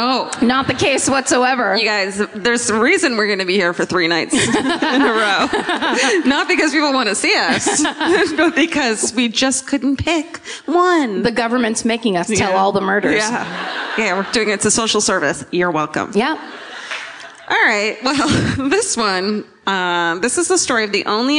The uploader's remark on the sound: Live at the Comedy Theatre. This week’s My Favorite Murder comes to you live from the Comedy Theatre.